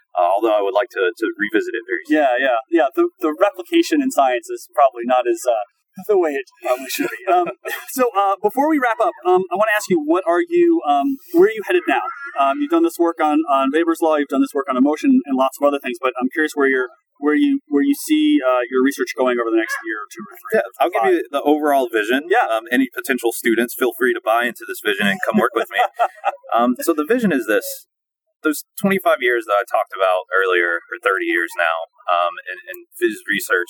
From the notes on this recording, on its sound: Recorded along the lovely Boston Harbor (enjoy the outdoor sounds)